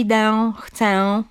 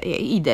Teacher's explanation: norma wymaga jedynie lekkiego zaznaczenia nosowości albo dopuszcza nawet utratę · Shown in: second take